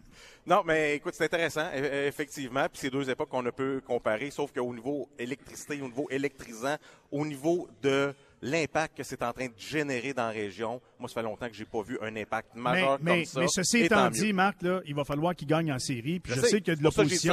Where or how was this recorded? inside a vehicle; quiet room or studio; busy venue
busy venue